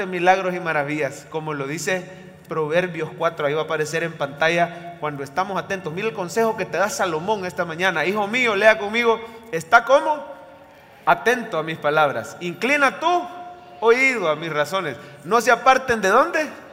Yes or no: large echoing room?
yes